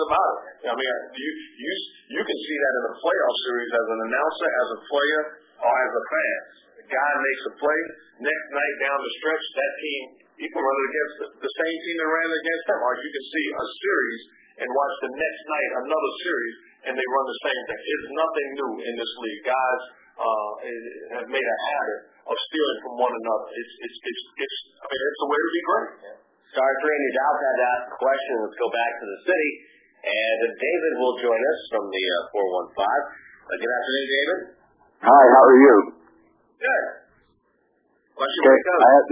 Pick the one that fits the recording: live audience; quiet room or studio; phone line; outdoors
phone line